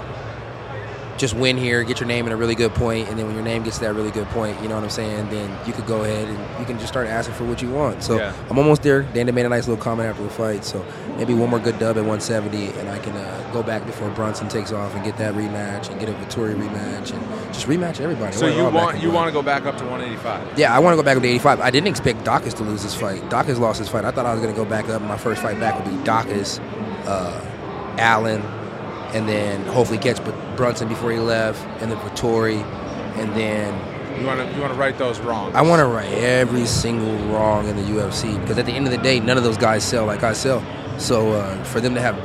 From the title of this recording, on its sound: LIVE at UFC X